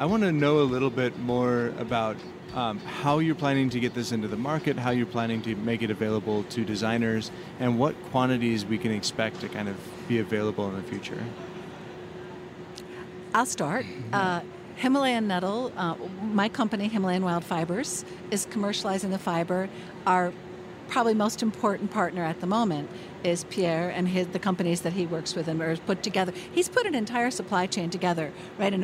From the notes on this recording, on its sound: on location at Premiere Vision 2016 in New York